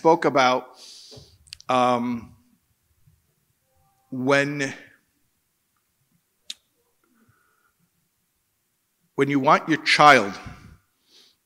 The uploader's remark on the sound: In this keynote address at the Kesher Nafshi shabbaton